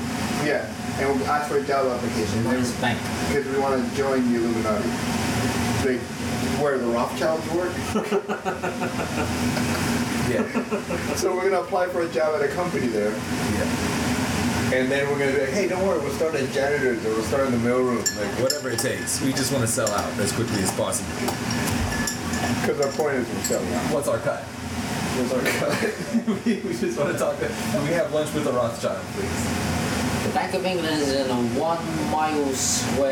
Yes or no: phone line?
no